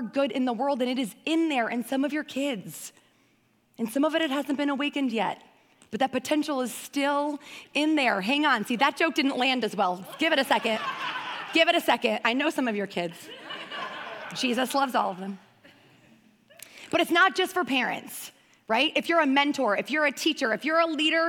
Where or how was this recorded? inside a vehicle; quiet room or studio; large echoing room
large echoing room